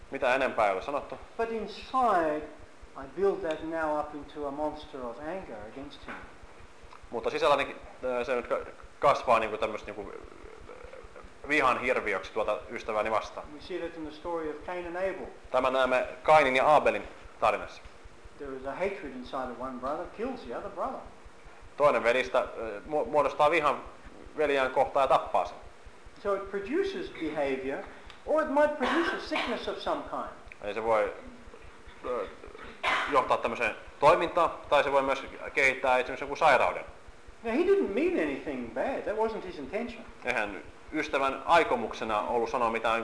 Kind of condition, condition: setting, live audience